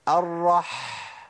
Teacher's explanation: لازم تسمع صوت الحاء وهي طالعه منين، من نص الحلق. حط صباعك هنا كده في منتصف الحلق وقول ايه، الرح.